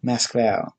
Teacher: Russians themselves call it and pronounce it Mask-Val, with the emphasis on the last syllable